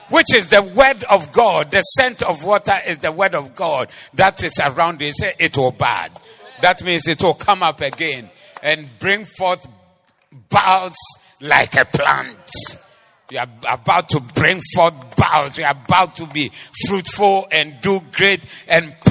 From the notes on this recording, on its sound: Preached at the Zeloo Service